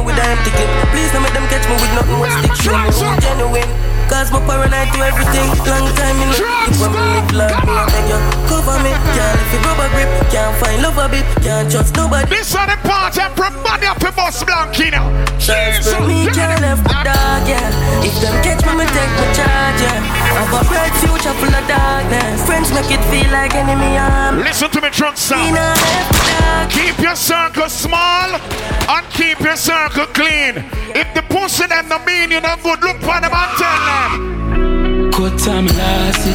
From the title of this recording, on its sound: Truckstop Saturdays 1/20/24 (LIVE AUDIO)